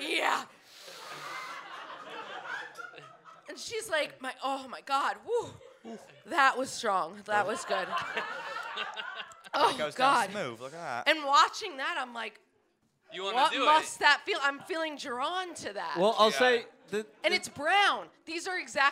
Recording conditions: live audience